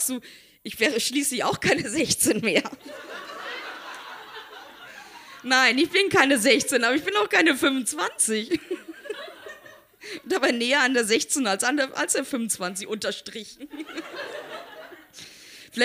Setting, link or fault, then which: setting, live audience